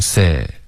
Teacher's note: Sit 结尾的干脆的停顿要顶舌尖